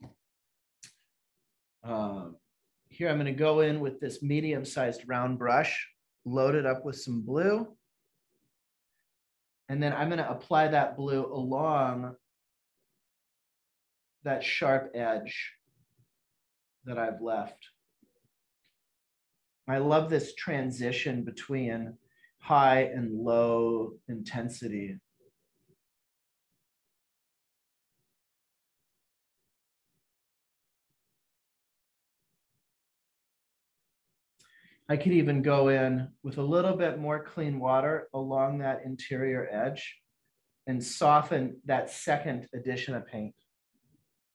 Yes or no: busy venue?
no